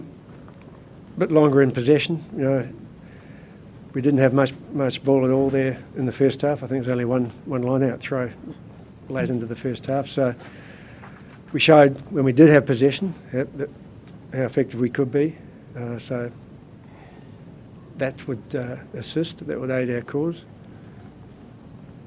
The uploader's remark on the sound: Wallabies Press Conference In Full. Full press conference following first Lions Test in Brisbane.